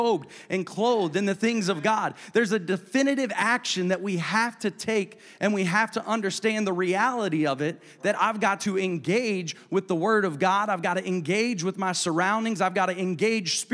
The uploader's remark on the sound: a service recording from Connect Point UPC